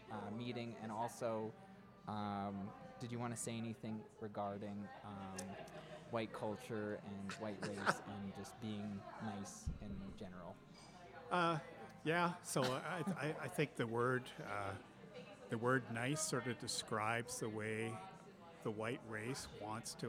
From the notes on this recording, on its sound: The two record this episode at a coffee shop they have codified as "Karen Central." Several White people leave that corner of the coffee shop due to racial tensions.